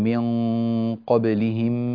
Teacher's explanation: هنا النون الساكنة جاء بعدها حرف القاف، وهذه النون تحتاج إلى تفخيم للغنة لمجاورتها لحرف مفخم بعدها